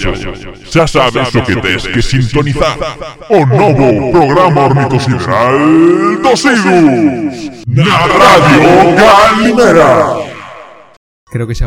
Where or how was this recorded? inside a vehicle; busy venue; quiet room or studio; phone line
busy venue